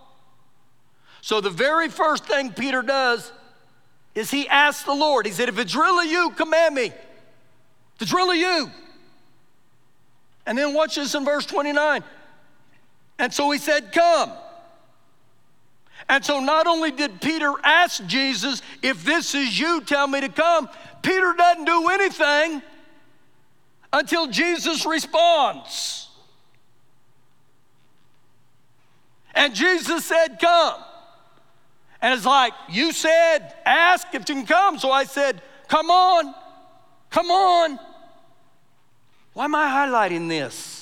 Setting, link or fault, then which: setting, large echoing room